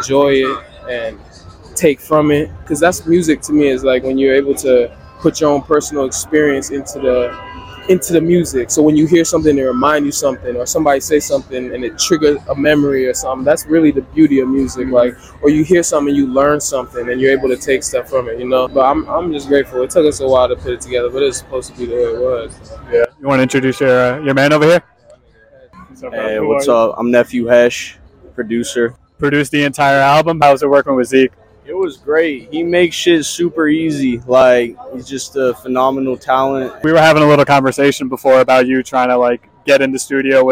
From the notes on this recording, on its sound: Recorded August 2023 in NYC at the Knitting Factory.